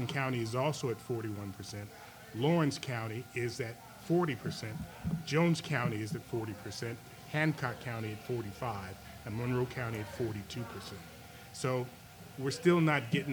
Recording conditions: busy venue